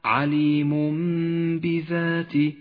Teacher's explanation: وأخيرا حكم الإقلاب في قوله تعالى عليم بذات، التنوين جاء بعده حرف الباء، الحكم هنا إقلاب، يقلب التنوين إلى ميم، تحتاج الميم إلى غنة زمنها حركتان